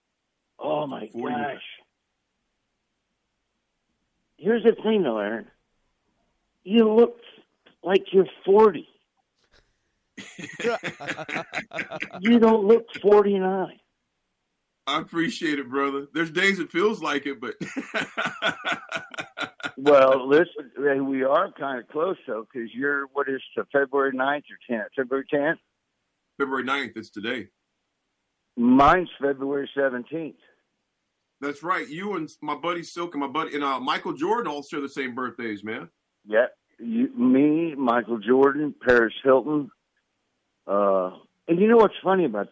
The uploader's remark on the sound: so we set up a couple phone calls